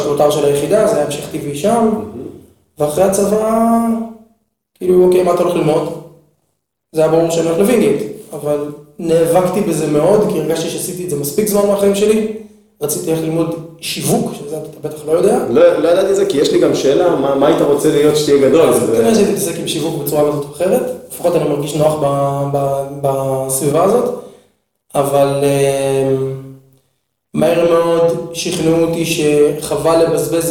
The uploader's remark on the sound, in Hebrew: הפרק הראשון סובל מחבלי לידה, הד קל בהקלטה.